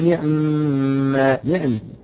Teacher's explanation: مكسورة، يعني أصلا نعمنا يعني كسرها، ولكن كسر العين ولكن اختلاسها · Term: الاختلاس